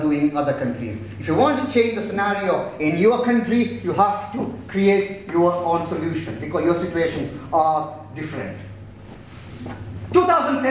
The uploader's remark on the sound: spoke at the Science Museum Lates event “Illuminating India”